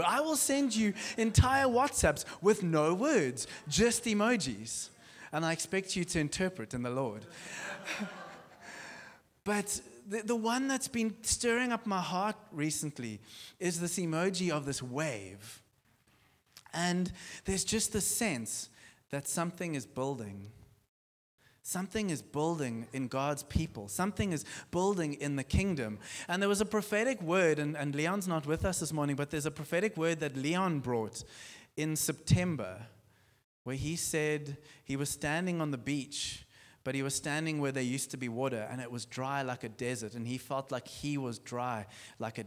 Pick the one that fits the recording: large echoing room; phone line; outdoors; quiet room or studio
large echoing room